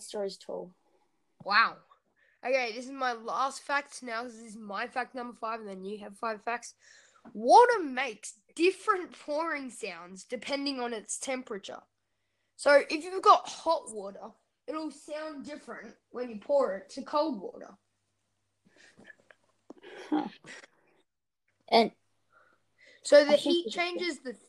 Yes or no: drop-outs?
yes